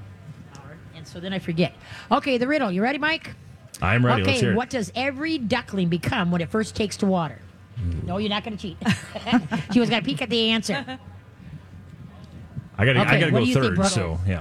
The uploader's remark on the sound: LIVE from the State Fair!